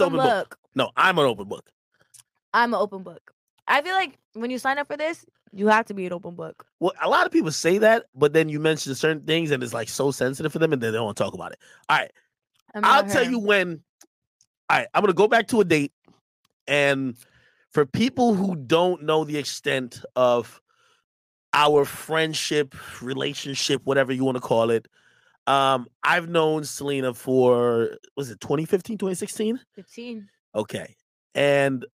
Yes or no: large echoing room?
no